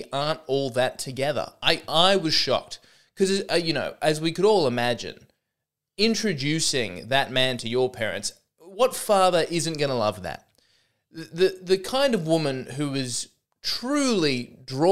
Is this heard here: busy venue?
no